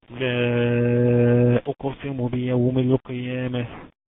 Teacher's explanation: مد منفصل جائز مقداره أربعة أو خمس حركات